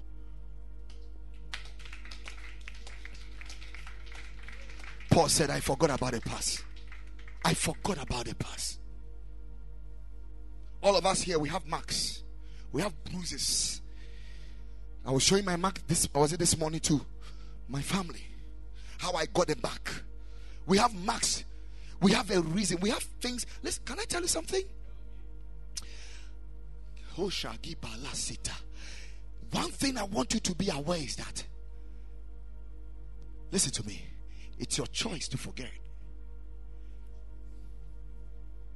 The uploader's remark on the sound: Preached at Ekklesia Chapel